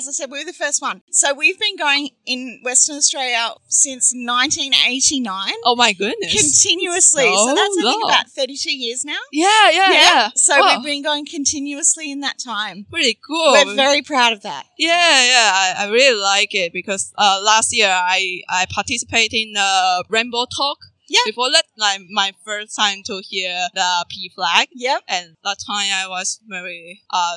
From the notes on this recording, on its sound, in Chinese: 西澳伯斯 Fair Day 街訪！！這是在去年西澳彩虹月舉辦的 Fair Day 市集活動。